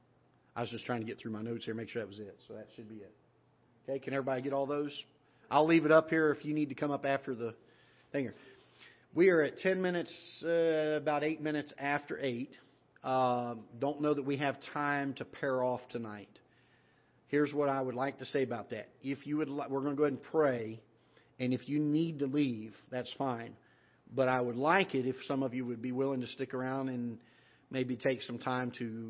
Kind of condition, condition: setting, large echoing room